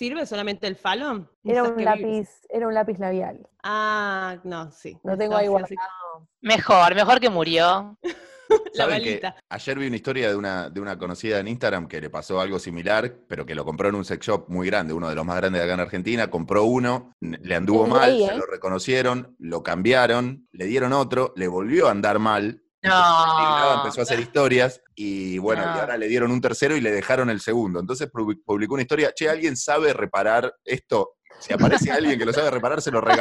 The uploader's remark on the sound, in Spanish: Tuvimos la oportunidad de compartir zoom.